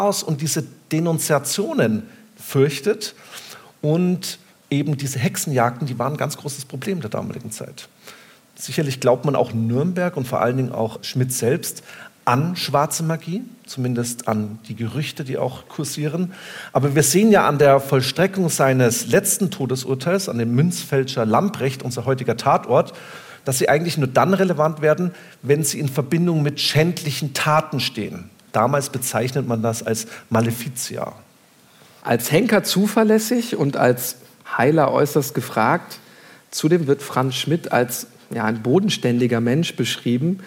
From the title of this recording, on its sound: LIVE